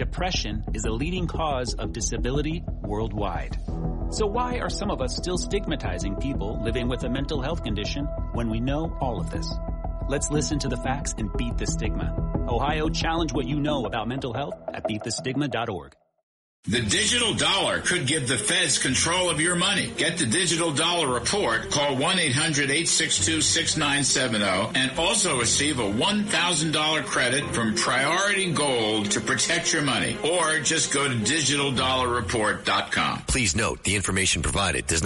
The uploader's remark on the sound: Calls in on his way back to Washington, D.C.